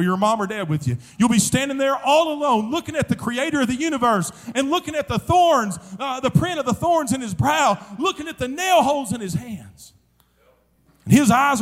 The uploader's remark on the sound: during the Wednesday Evening service of the 40th Annual National Youth Conference in Santa Clara, California